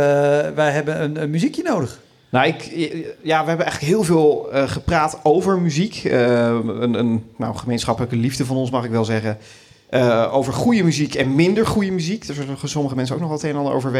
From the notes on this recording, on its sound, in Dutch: Live seizoenspresentatie. Tijdens een live podcast in Bibliotheek Mariënburg te Nijmegen.